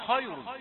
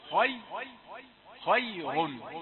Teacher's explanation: خاء مفخمة، ياء رقيقة، راء مفخمة مضمومة · Shown in: second take